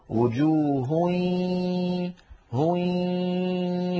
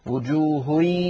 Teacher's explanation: أن الجزء اللساني من النون قد تحول إلى ياء وبقيت الغنة وجوه، فيصير بارك الله فيكم النطق بصوتين معا، الفم يخرج ياء والأنف يخرج غنة في الوقت نفسه · Shown in: first take · Term: الإدغام الناقص